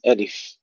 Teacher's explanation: وننتبه إلى سكون الفاء مع الهمس، ألف. بعدين لام ميم، اللام تمد 6 حركات، وهذا يسمى مدا لازما حرفيا مثقلا.